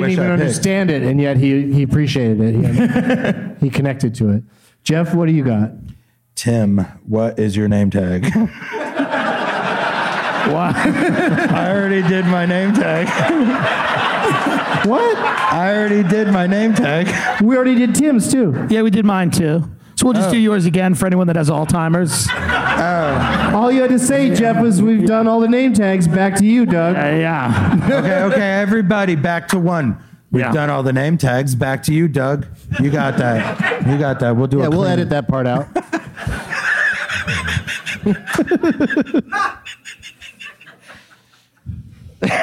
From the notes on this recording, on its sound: Live from Goodnights Comedy Club in Raleigh